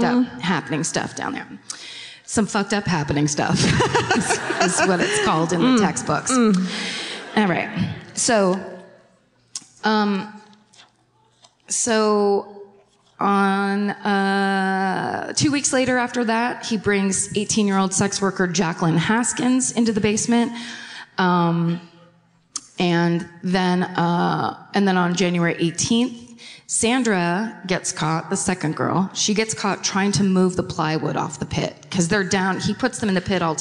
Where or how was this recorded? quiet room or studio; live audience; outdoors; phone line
live audience